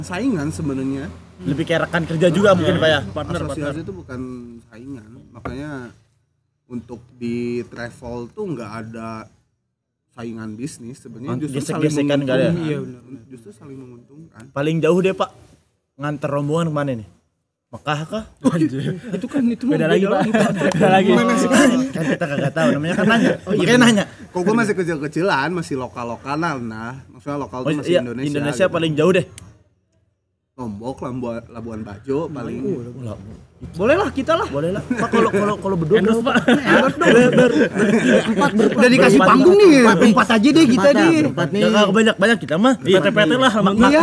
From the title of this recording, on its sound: LIVE FROM SALAKA COFFEE